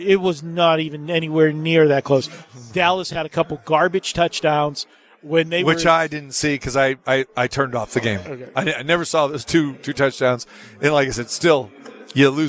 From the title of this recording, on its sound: Live From the Super Book at Westgate Las Vegas